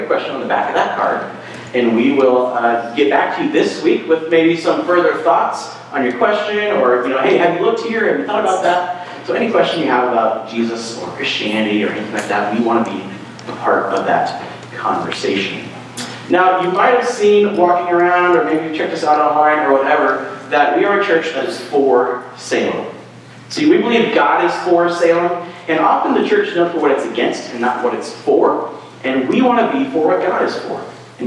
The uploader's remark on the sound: Sorry about the room audio this week… maybe it’ll feel like you’re actually there?